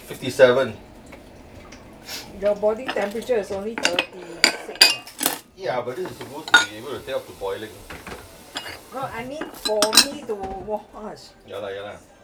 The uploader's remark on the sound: Excuse the sounds of clanging plates.